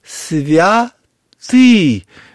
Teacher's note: Ударение на «ы» на втором слоге, а в первый гласный звук должен, в отличие от русского, где все очень ужимается и усредняется, именно вот это «святый Боже, святый крепкий».